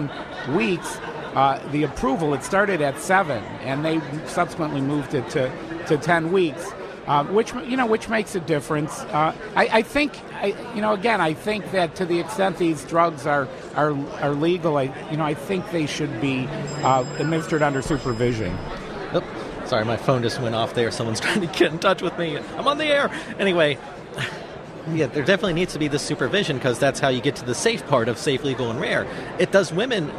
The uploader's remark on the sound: live from CPAC